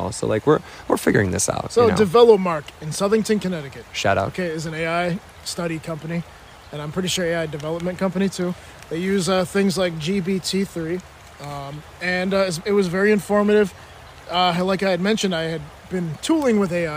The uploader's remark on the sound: recording in the woods, but this time, it's winter